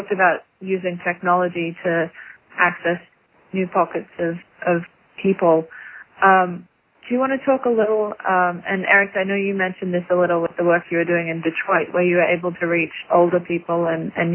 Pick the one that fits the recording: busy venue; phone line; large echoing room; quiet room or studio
phone line